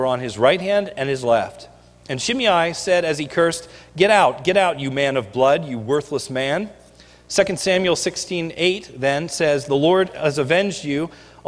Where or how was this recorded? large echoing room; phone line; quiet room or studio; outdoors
large echoing room